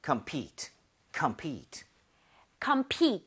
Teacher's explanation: Compete은 PE의 강세 하나만 찍어주실래요?